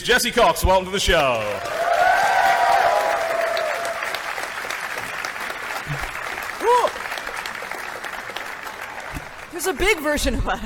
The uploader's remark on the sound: Live at PAX. The Co-Optional Podcast live from Pax West!